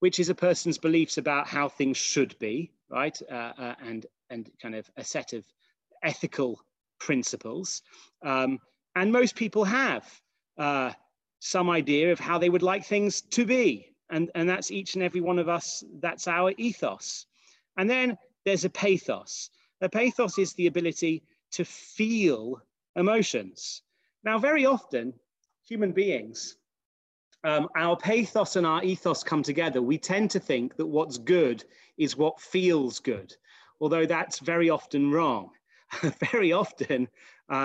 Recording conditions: video call